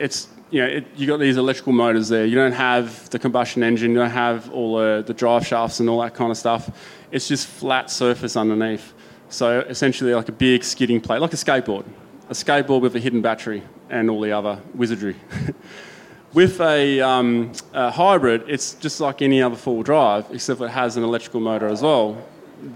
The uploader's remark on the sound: Live on the main stage at the Sydney 4WD Show